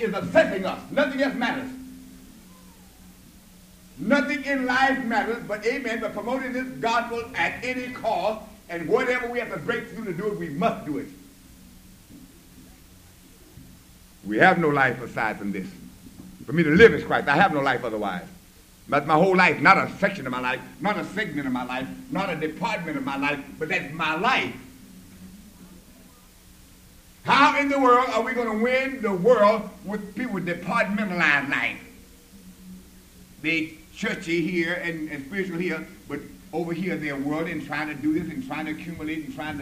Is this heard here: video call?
no